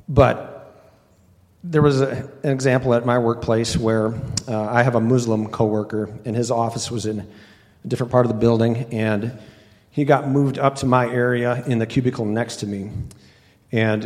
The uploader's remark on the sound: A few speakers and members of the audience share tips and experiences.